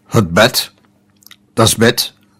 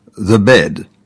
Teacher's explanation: Het Nederlands en het Duits hebben aan het eind van het woord auslaut geen stemhebbende medeklinker, consonant, zoals dat in het Engels mogelijk is. · Shown in: first take